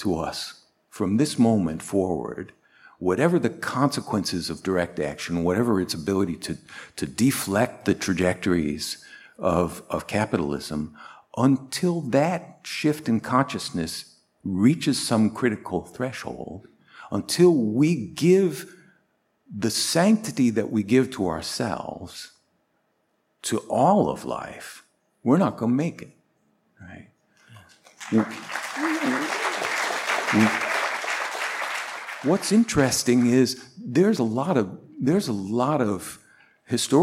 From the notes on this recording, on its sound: Tin House Live. This time, an onstage ticketed event at Revolution Hall before a live audience.